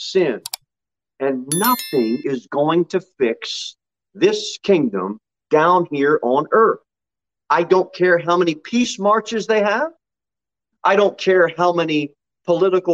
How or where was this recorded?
large echoing room